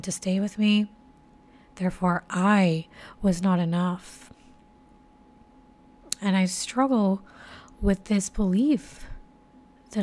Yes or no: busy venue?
no